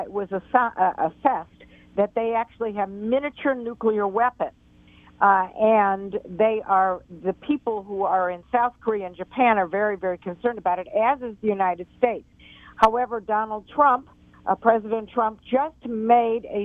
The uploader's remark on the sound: Is live from Center For American Progress. She welcomed two phone guests.